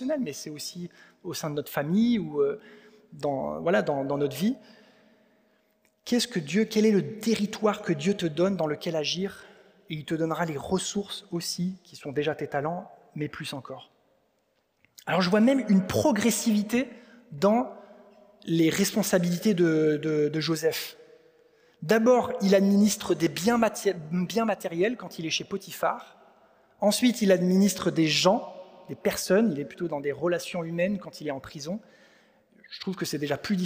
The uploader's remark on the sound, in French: Enregistré à l'église CVV